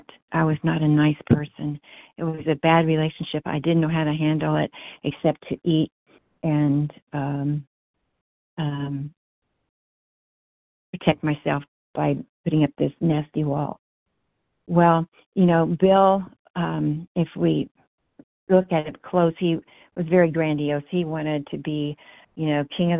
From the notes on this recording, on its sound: 100 Pounders Phone Meeting.